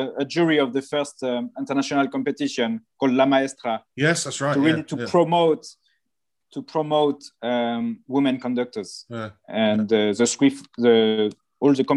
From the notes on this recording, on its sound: This interview was recorded on 14th April 2021 via Zoom.